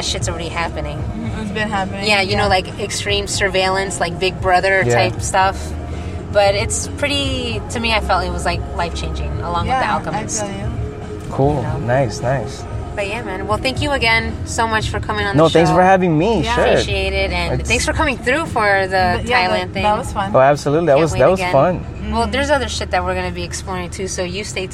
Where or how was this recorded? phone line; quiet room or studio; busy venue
busy venue